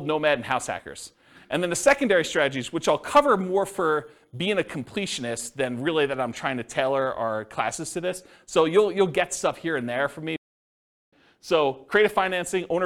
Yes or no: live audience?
yes